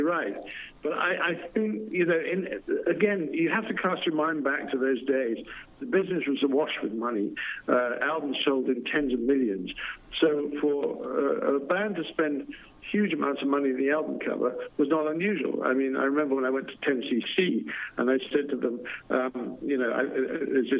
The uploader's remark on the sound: Called in for a chat about his career and his new podcast.